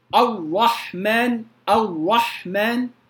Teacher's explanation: يعني لا أقول الرحمن الرحمن، هذا خطأ، هذا صار حرفا شديدا، صارت الراء حرفا شديدا غير مكرر أصلا، وهذا لحن من اللحون الخفية